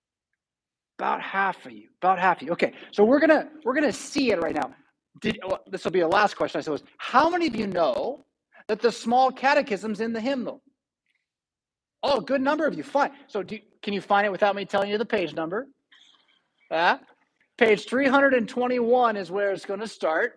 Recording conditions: large echoing room